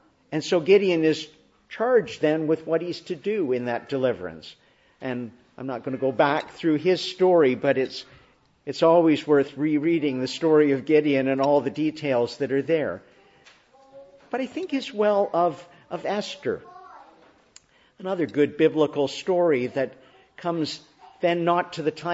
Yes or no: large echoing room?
yes